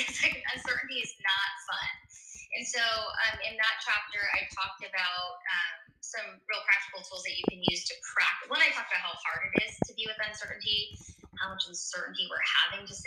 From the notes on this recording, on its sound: the audio is not great on this one